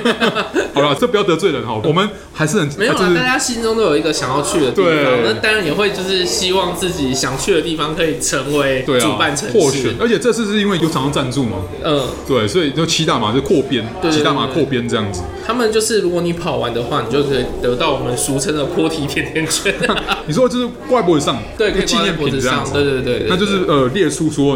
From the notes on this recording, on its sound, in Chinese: 本集白噪音指數：蚊風級 1/5。錄音地點： 齊客咖啡 The Gathering Cafe。